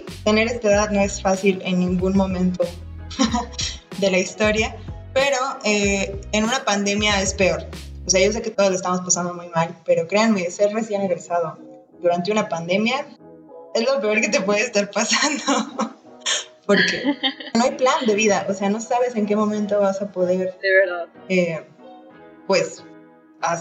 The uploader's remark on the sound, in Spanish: Entre fallas de audio, problemas técnicos y crisis existenciales nos animamos a subir nuestro primer episodio.